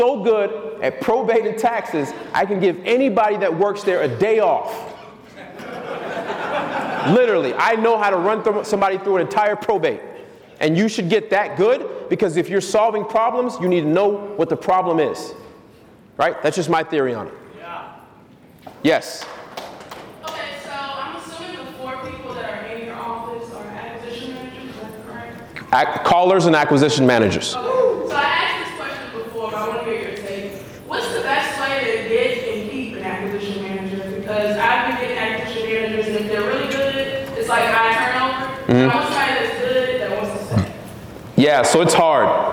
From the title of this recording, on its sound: Keynote speech at Wholesaling Summit 2018